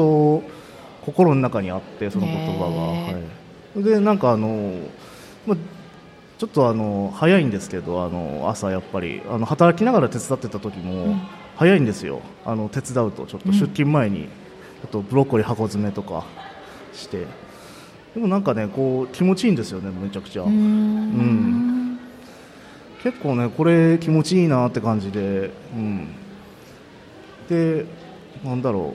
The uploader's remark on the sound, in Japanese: 公開収録。鳥取県倉吉市発。